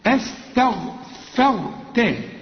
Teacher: ورقق الفه وفخم الراء ورقق التاء